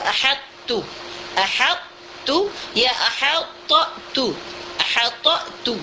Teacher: Jadi kita di sini qalqalah ta kita hilangkan · Term: idghamkan naqis